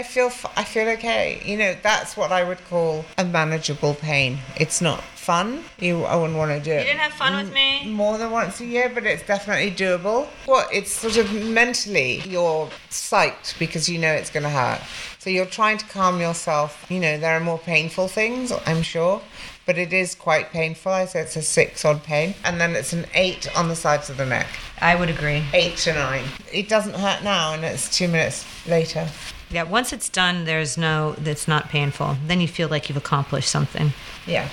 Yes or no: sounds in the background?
yes